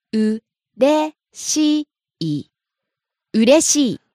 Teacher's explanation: Rises on the second syllable, re, falls on the last syllable, i.